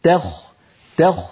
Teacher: ذلك تخفيف من ربكم ورحمة، علينا أن ننتبه إلى ترقيق التاء عند الخاء، فلا نقول تخفيف، ذلك تخفيف بسبب مجاورة التاء للخاء، بل نقول تخ تخ، فنعطي التاء حقها من الترقيق والخاء حقها من التفخيم